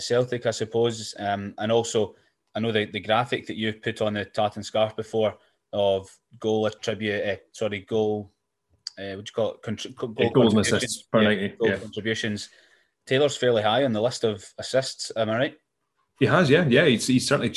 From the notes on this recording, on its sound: round the zoom call table